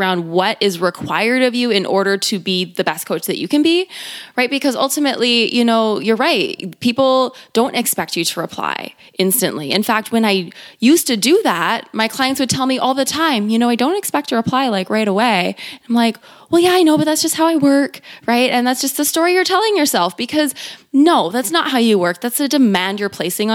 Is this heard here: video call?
no